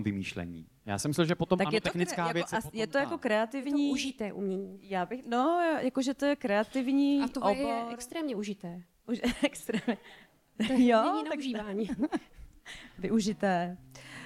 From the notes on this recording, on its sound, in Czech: V tomto případě prolínání hostů, žánrů, hlediště a jeviště. Pořad postavený na unikátní kombinaci dvojic a jedinečné interakci s publikem. Namícháme vám živou show, hosty i drink na míru!